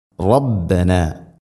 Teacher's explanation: റബ്ബന ഈ പദത്തിൽ തന്നെ റാ എന്ന അക്ഷരം ഉച്ചരിക്കുമ്പോൾ റബ്ബന, റബ്ബന എന്നല്ല റാ, റബ്ബന. റാഇനെ തഫ്ഹീം ചെയ്യണം, കനപ്പിച്ച് ഉച്ചരിക്കണം